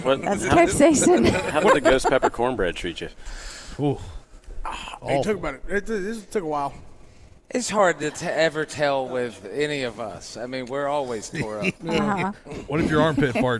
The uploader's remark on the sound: WE ARE LIVE FROM BON SECOURS WELLNESS ARENA FOR THE LEO SANTA TOY DRIVE